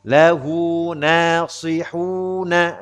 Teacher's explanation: Tapi jangan lupa, sodnya harus tebal.